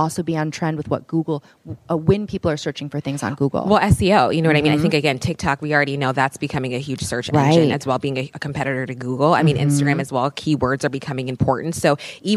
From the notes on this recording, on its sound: During our recent Partner Summit, we hosted some of HoneyBook’s top pros and educators in San Francisco. At the summit, we recorded our first live podcast interview.